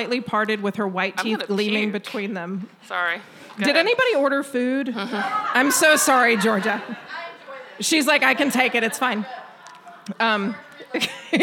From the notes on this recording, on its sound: Our first LIVE show was recorded at the haunted Peerless Saloon in Anniston, the oldest bar in Alabama!